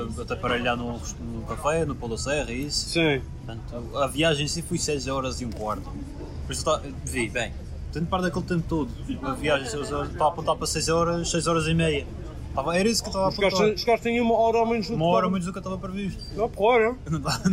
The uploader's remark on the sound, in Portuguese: Estamos de regresso, com um Podcast especial, gravado nas ruas de Antuérpia!